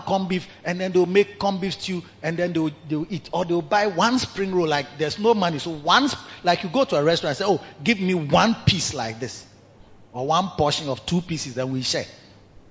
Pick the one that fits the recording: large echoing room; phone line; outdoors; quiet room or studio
large echoing room